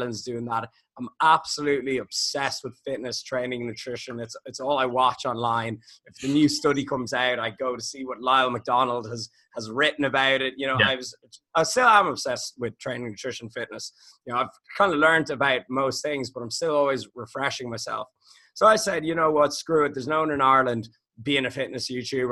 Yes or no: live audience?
no